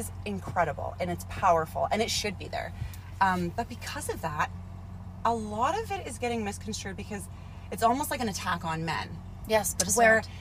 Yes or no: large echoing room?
no